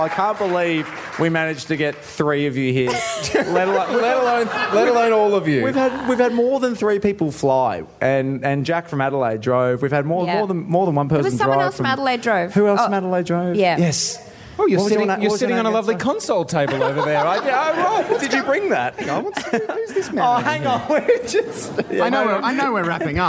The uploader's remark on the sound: It was the live event of the year. The Producer's Podcast LIVE from Bell's Hotel in South Melbourne.